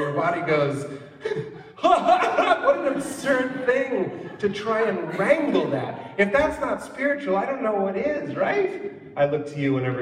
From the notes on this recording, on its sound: live on stage for conversation